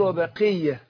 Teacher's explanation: ما أقول برضو بقية القاف طبعا ناخد بالنا أخواننا وأخواتنا المشاهدين والمشاهدات القاف لما بتكسر تاخد أدنى درجات تفخيم